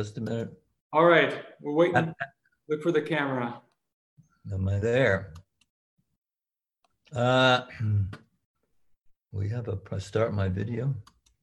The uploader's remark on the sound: A webinar lecture